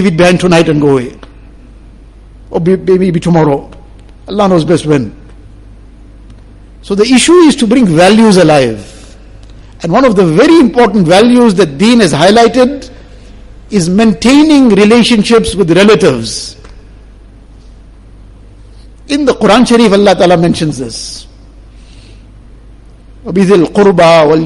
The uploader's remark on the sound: Jumua lecture